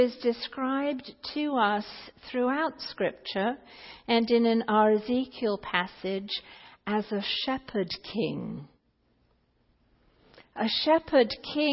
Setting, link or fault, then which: setting, large echoing room